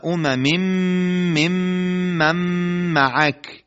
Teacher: اممن ممم معک، خیلی خنده داره و اصلا ادا نمیشه حرف میم. پس در نون و میم ساکن یا مشدد جایگاه دهانی یا لبی اونها کاملا بسته است و صدا از مخرج غنه خارج میشه، یعنی خیشوم.